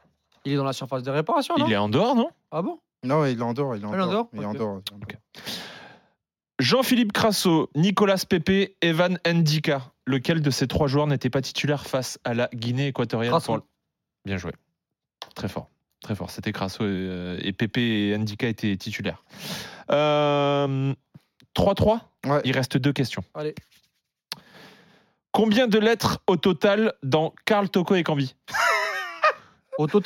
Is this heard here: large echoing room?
no